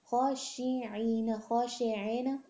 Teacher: زیر کی بالکل باریک ہونا چاہیے ای والی وائس کے ساتھ